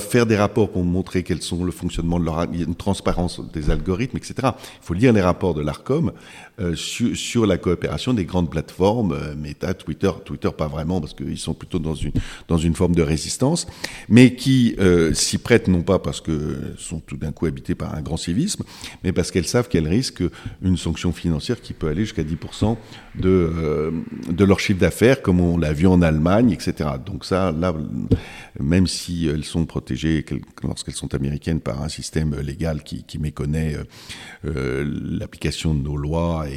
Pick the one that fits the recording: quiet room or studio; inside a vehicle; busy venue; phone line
busy venue